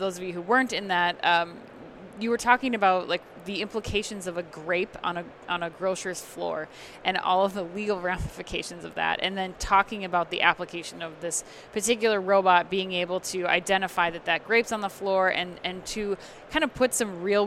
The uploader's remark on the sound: NRF 2020 Live Recap from the Javits Center, NYC.